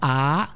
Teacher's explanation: Quando fai una A allarghi, provate a dire A, sentite la mandibola, se la bocca si apre bene è una gutturale, una vocale più gutturale, quindi è nel fondo della gola.